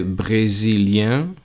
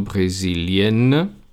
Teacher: De nuevo tenemos una S entre los vocales y por eso suena z. Femenino brésilienne.